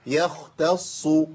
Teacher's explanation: يختص يا مرققه يا، خاء مفخمه يخ، تاء مرققه تاء، صاد مفخمه يختص